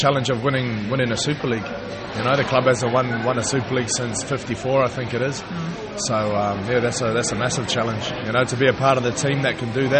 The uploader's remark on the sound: ventured to the RFL Launch event at Huddersfield